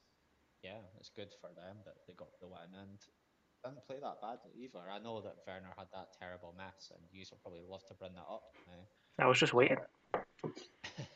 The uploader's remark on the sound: We are aware of some audio issues